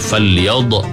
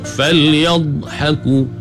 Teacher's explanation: pasal dha bukan qalqalah · Shown in: second take